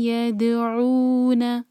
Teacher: یا کو دال سے جب جوڑیں گے تو دال پر قلقلہ ہوگا